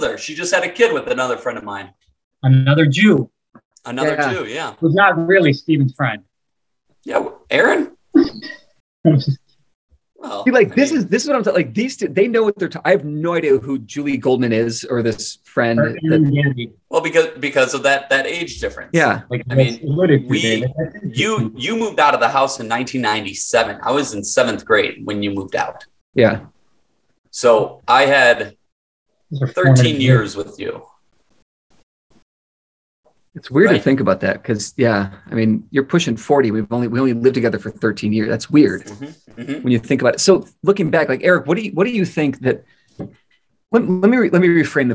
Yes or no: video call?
yes